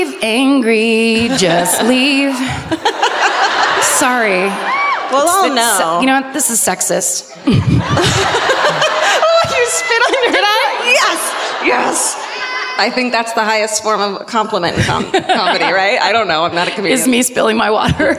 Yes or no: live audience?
yes